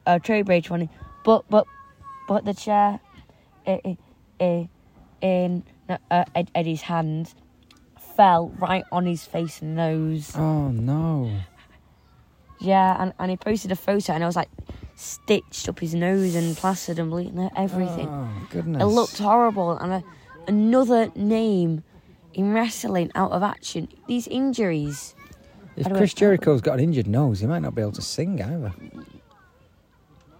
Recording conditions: sounds in the background